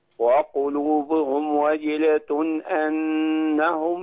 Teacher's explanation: أنهم مش في هنا نون مشددة · Term: الغنة